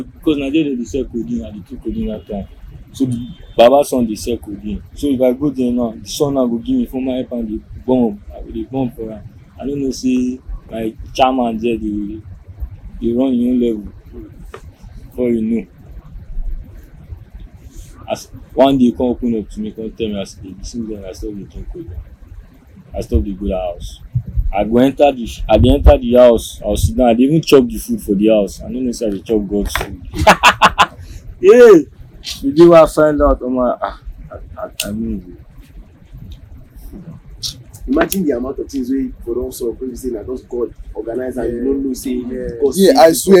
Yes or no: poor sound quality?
yes